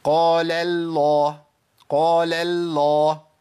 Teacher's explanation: انا جبت اللام الاولى بتاعت قال مرققه، رققتها كويس قوي، بس هيئه الترقيق فضلت معايا للام الثانيه